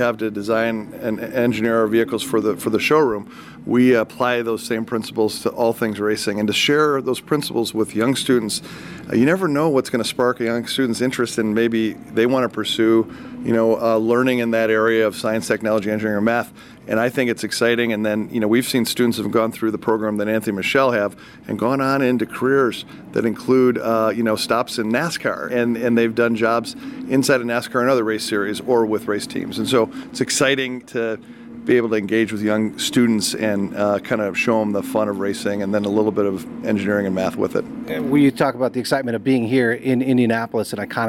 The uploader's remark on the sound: Live from Indianapolis Motor Speedway. WGN Radio.